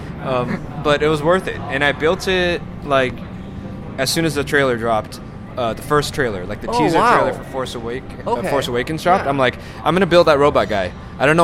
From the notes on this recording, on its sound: This was recorded on Sunday at Anime California 2016. On location episode.